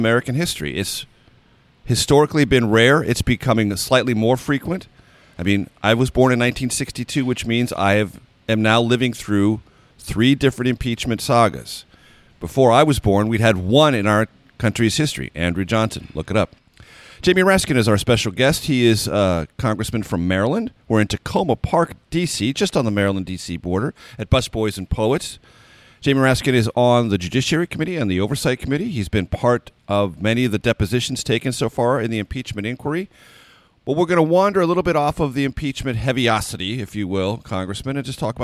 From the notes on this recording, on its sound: Recorded at Busboys and Poets in Takoma Park.